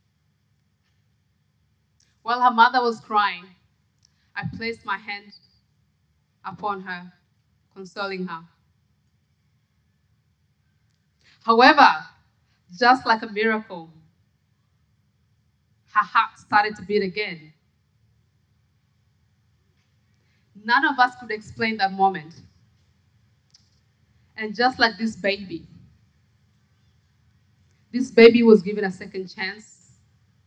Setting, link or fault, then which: setting, live audience